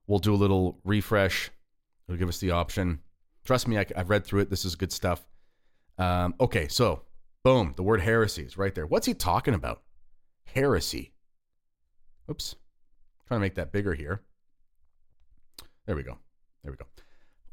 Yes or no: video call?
no